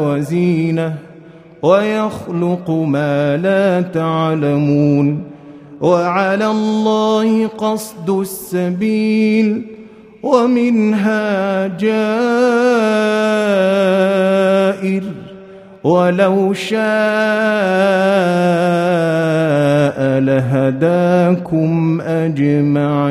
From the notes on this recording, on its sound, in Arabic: مسجل من صلاة التراويح بمسجد السلام بحي مشرفة بجدة.